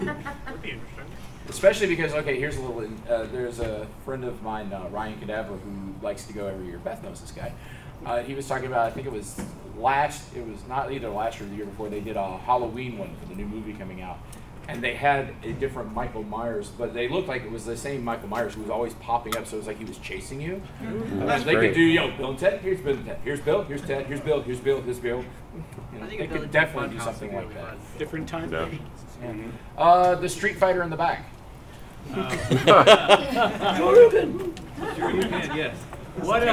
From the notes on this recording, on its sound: Dragoncon 2019. We take a step back into time and observe a panel from a bygone age of maskless, in-person convention gathering.